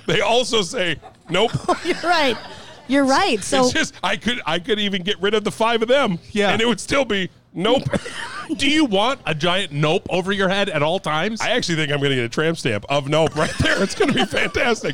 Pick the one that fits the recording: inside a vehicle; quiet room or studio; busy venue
busy venue